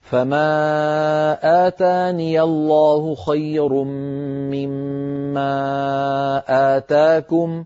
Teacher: الهمزات في كلمة آتاني وكلمة آتاكم ما عم تخرج محققة بسبب أنك لا تضغط على صوت الهمزة الضغط اللازم · Term: محققة بينة